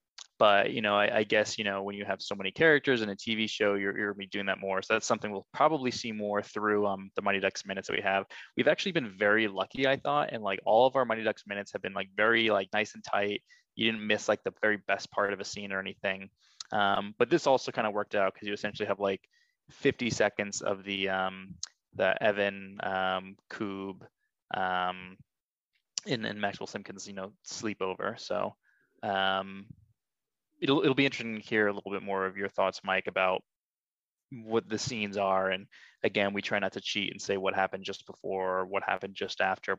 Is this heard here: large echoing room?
no